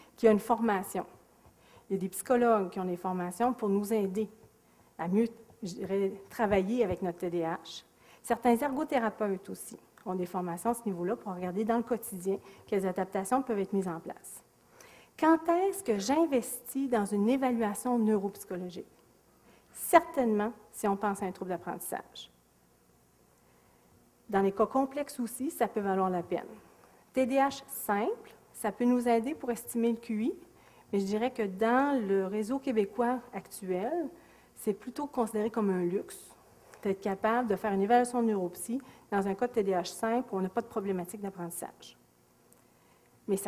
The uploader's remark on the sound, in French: Extrait de la conférence. Au cégep de Sainte-Foy.